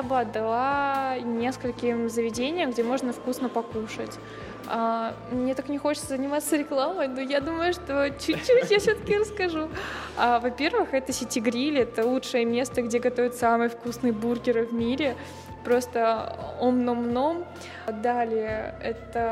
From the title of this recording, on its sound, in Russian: «Podcast TRAVEL TIME» на фестивале «Теперьбург»